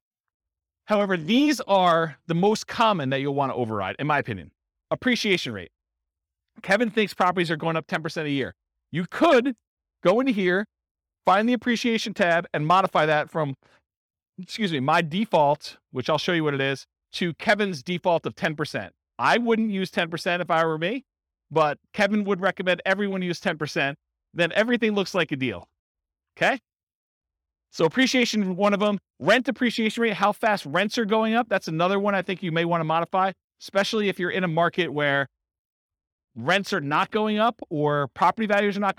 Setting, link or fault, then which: setting, live audience